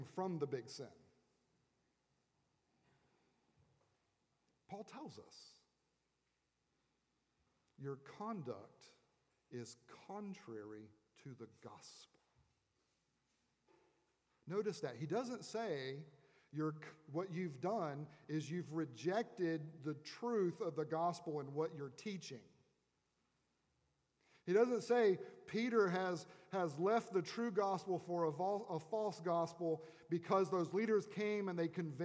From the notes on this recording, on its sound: At Redeemer Presbyterian Church in Charleston, SC